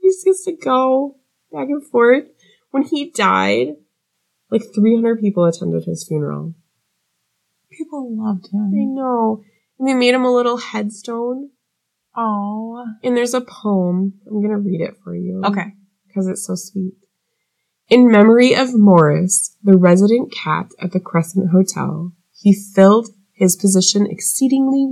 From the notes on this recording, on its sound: yes, we know we need to work on our sound!